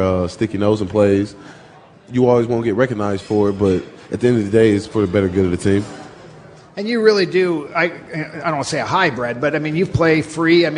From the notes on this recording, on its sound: Joins the show live at Pearl Bar and Dining.